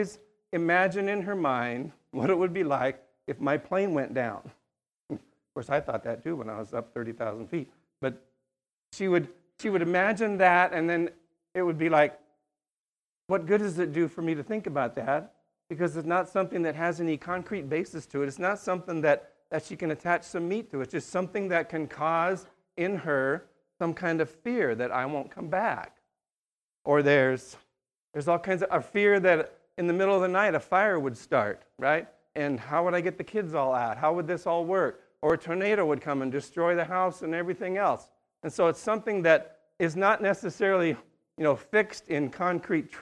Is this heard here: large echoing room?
yes